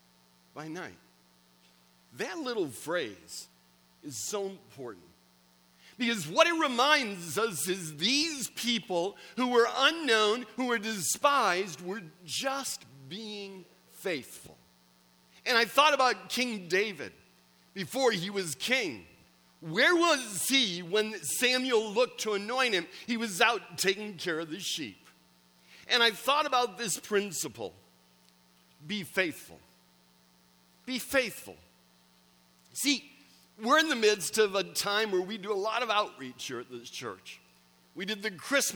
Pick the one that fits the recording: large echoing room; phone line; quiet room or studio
large echoing room